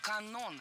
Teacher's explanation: ударение в этом слове падает на 2-й слог